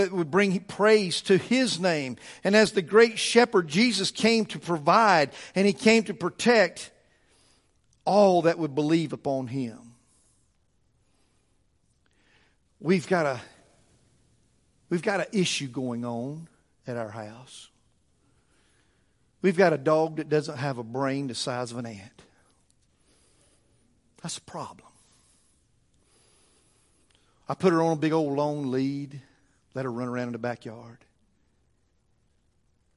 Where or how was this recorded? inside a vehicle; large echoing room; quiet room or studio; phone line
large echoing room